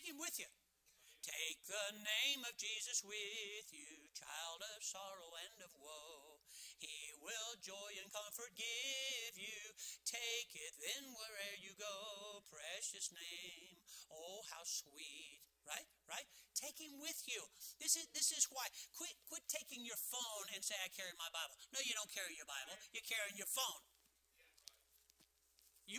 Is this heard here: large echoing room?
yes